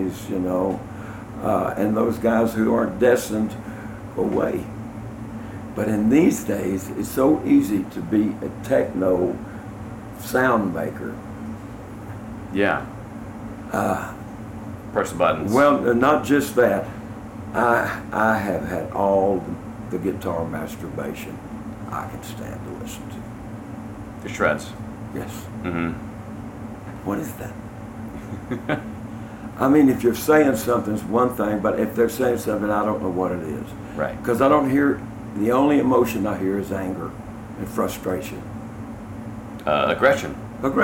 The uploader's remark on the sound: backstage interview turned podcast, recorded during Americanafest in Nashville this year.